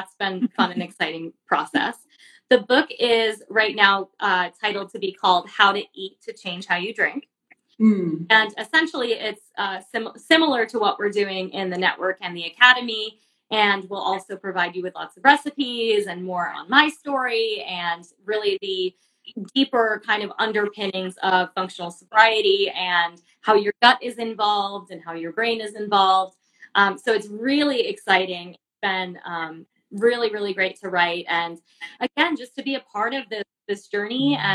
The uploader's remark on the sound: Today’s episode was recorded LIVE on Instagram